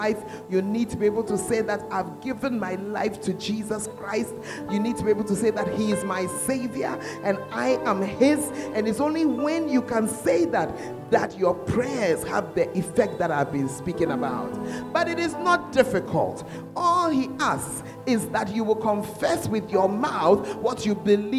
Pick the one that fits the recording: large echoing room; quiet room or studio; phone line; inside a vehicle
large echoing room